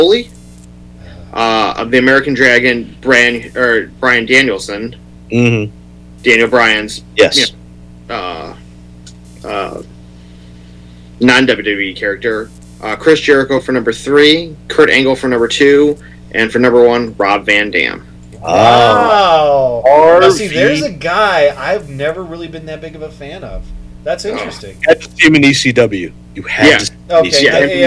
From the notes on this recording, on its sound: We are still adjusting to the new normal around the Panel Scanners Offices (remote productions are causing some difficulties).